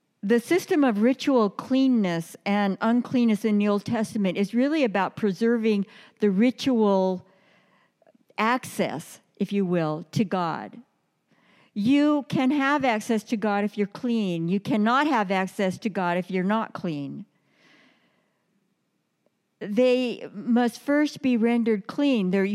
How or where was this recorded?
large echoing room